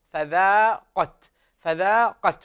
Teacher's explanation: حرف الذال هنا مرقق يأتي بعده حرف مفخم